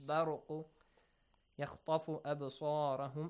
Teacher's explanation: the letter ra must be heavily pronounced because it's a fatha sound before